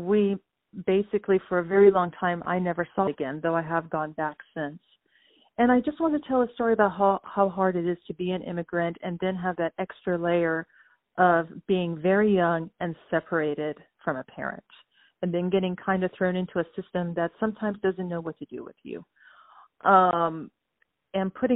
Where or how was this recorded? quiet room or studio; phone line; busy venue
phone line